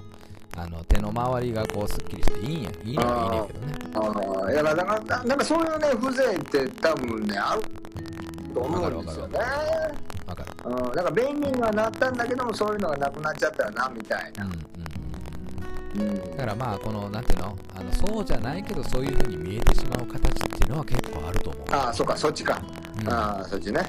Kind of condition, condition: fault, background noise